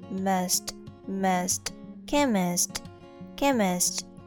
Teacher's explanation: CHE pronounced as ke, ke, CH pronounced as k, k. And the I in the second syllable pronounced as a, uh